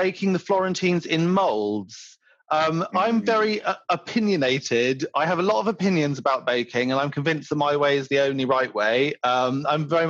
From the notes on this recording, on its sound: we recorded this podcast remotely via Zoom